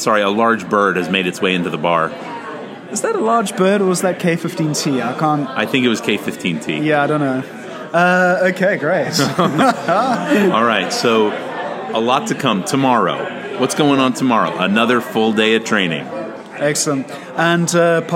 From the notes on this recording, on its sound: Coming at you live from San Jose and Atlassian Summit 2017